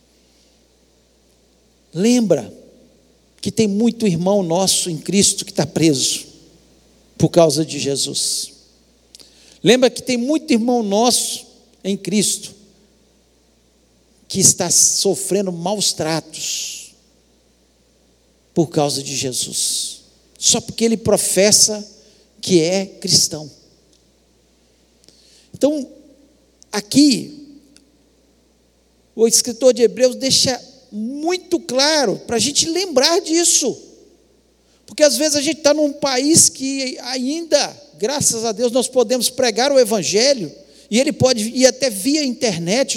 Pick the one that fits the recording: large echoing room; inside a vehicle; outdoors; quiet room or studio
large echoing room